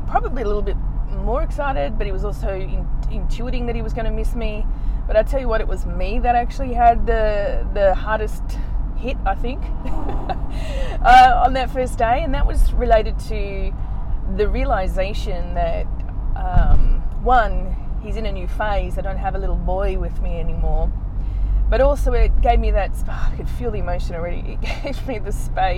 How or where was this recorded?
inside a vehicle